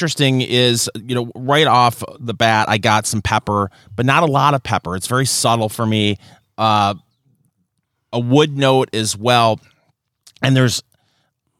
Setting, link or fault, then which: setting, busy venue